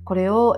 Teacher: 下唇を上の歯で弾いてください息をたっぷり出して · Term: F の音